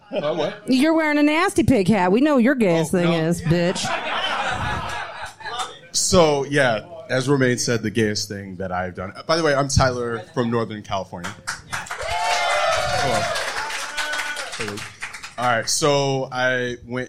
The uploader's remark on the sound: Live in Seattle. In our joint Seattle live show. Live during Seattle Pride.